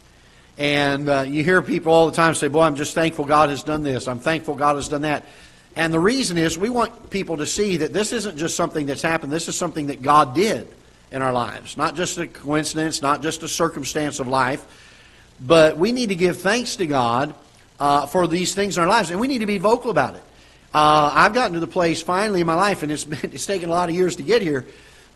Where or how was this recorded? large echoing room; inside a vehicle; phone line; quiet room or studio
large echoing room